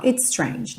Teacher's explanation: quando eu tenho um S finalizando uma palavra e outro S começando a próxima palavra, não preciso me esforçar em fazer dois S's.